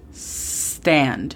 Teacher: Muy importante recordar con este verbo que no decimos la E antes de la S. Se comienza desde la pronunciación de la S.